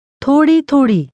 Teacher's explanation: There are two high tones.